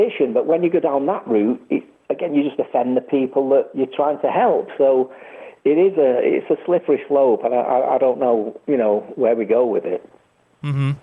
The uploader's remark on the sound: We have a call in guest for hour 2